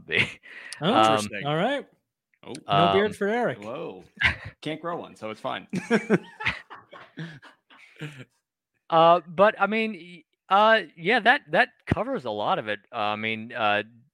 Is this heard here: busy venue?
no